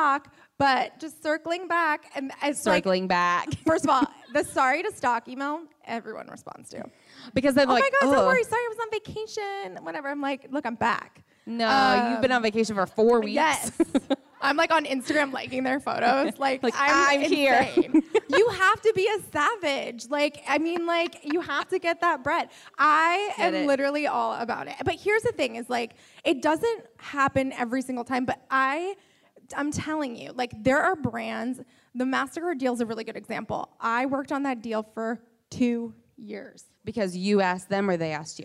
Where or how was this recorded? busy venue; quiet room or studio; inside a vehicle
busy venue